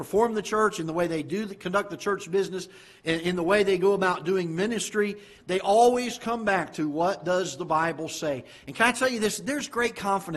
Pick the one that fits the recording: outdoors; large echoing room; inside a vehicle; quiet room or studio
large echoing room